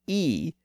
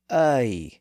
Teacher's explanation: Instead of saying E, which is a pure vowel sound, they began to put a little sound in front of it. · Shown in: second take